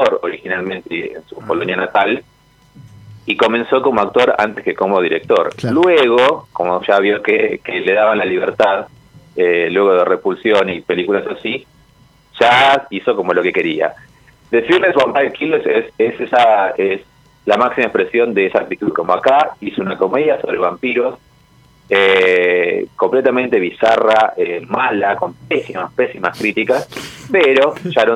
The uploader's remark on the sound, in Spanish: salió por teléfono